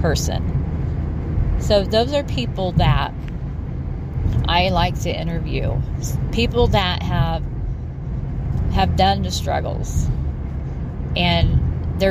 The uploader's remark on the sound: Please ignore the background noise I was driving home and decided to utilize my time alone.